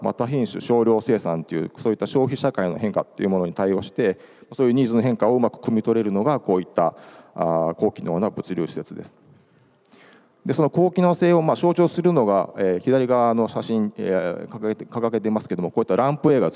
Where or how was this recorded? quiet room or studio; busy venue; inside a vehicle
busy venue